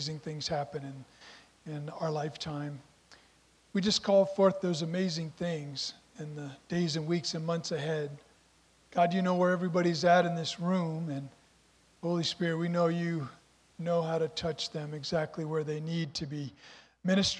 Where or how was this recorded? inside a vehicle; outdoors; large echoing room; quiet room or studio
large echoing room